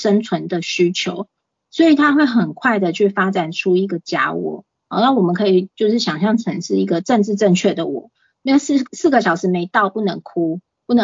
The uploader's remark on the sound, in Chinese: 此為線上課程錄音檔！